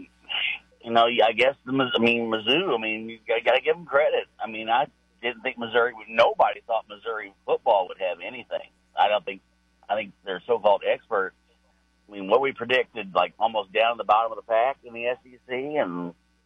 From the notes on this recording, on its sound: Opened up the phone line to listeners.